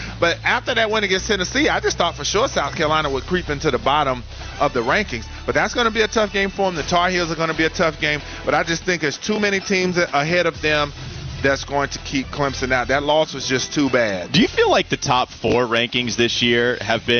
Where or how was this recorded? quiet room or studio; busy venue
busy venue